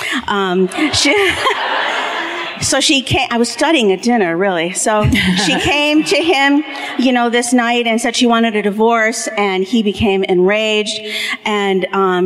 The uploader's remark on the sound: Live at the Riverside Theater in Milwaukee